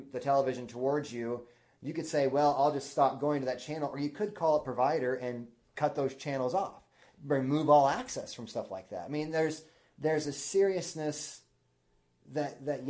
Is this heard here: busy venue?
no